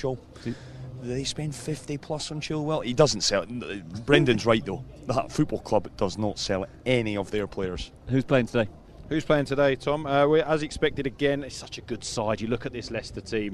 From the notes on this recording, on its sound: From the rooftop garden of Barasti.